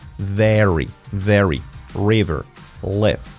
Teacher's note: Escrito very con V, very, cuidado que no es very, es very, very, v, con la V, v, como una F, pero activando las cuerdas vocales, v, very, y luego la R, very. · Term: F sonora